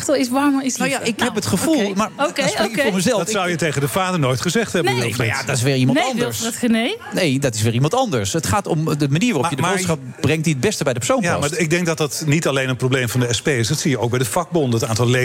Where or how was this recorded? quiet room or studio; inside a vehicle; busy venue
busy venue